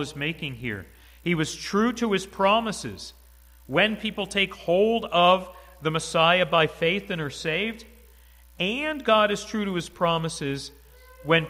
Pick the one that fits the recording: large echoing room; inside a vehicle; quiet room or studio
large echoing room